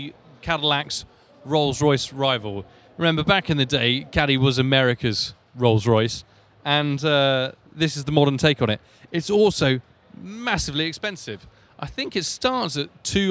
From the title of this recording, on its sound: Live From The Guangzhou Autoshow